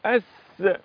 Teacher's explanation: يبقى السين طلع من طرف اللسان · Term: حرف السين